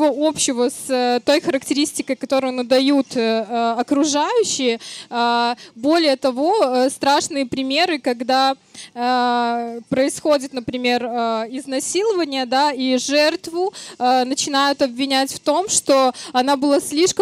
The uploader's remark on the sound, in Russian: Четвертый сезон было решено начать нетипично — запись выпуска прошла публично, на одной из площадок городского пикника Vulitsa Ezha (поэтому не пугайтесь непривычного звука и небольших посторонних шумов).